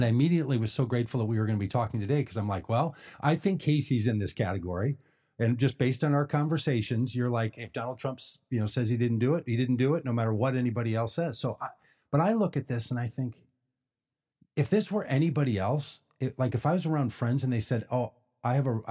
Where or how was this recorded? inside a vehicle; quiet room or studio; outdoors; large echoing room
quiet room or studio